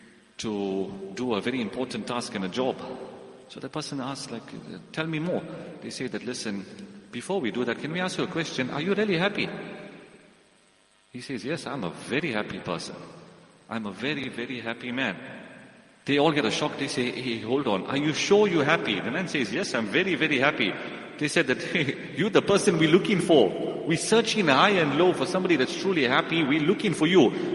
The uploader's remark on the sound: Jumuah lecture